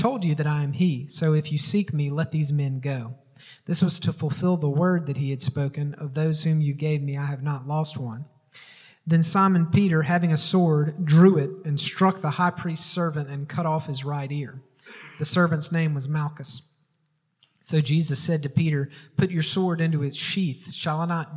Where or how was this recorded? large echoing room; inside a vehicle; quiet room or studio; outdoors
large echoing room